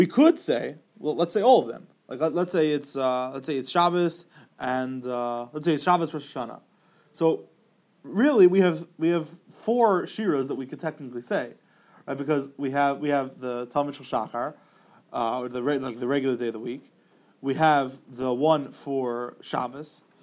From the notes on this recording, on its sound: Special Sunday Morning Alumni Shiur. Shiur recorded in Yeshivas Ohr Reuven, Monsey, NY.